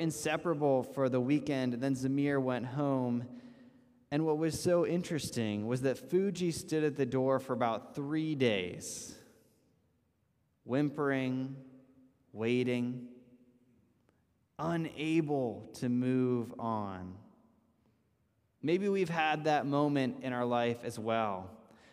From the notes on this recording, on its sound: This message was first preached on 5/22/2022 at Linglestown Life Church in Harrisburg, PA.